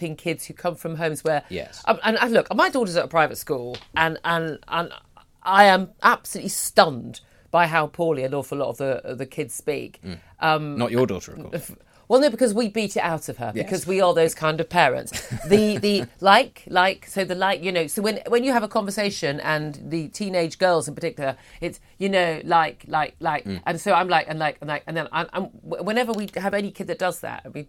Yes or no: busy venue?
no